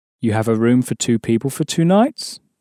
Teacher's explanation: Now, you can actually turn that into a question in French by simply raising your voice at the end of the question. So you say instead of saying you have a room for two people for two nights, you'll say you have a room for two people for two nights.